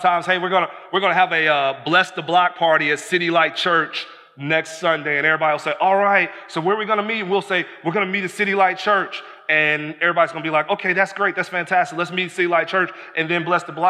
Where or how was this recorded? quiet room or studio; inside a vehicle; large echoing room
large echoing room